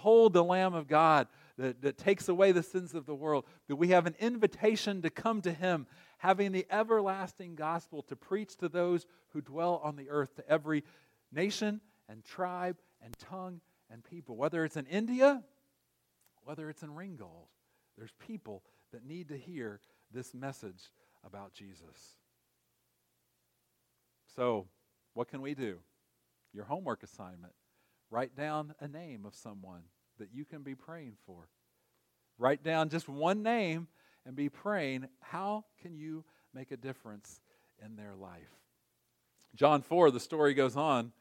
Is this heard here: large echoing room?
yes